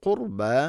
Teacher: വലിദിൽ ഖുർബ, ഖുർബ അല്ല റാഇനെ അധികം തക്രീർ ചെയ്യരുത്, റർ എന്ന ശബ്ദം അധികമുണ്ടാവരുത്.